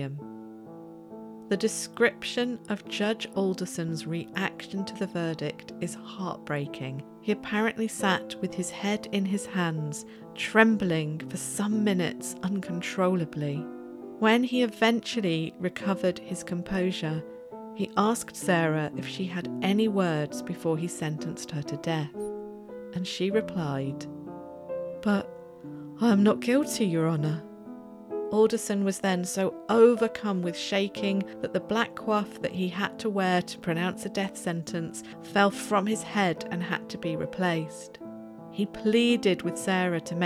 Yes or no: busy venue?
no